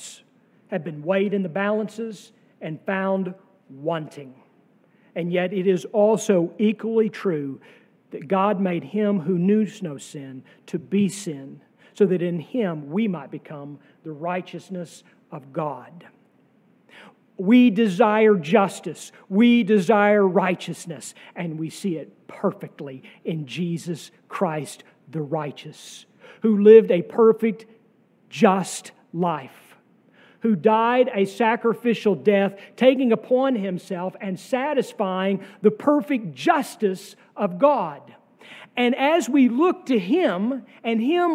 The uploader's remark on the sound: sermon from our worship service on June 18, 2023